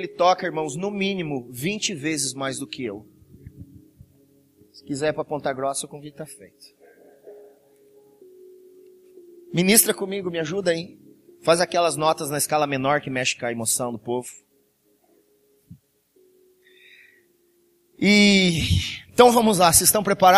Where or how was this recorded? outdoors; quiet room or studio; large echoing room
large echoing room